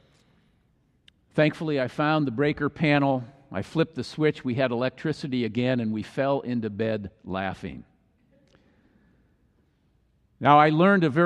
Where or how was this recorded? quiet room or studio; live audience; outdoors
live audience